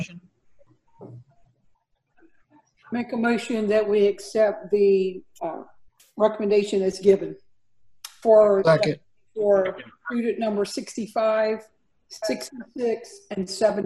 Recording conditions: video call